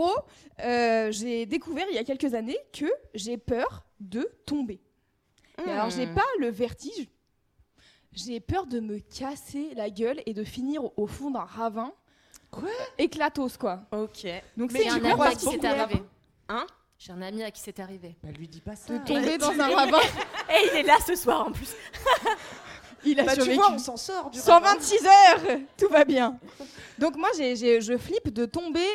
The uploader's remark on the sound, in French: LIVE Podium à l'Apollo Théâtre